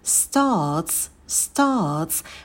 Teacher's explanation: В слове start у нас t без придыхания, потому что идет после s. Долгий a делаем звуковую волну.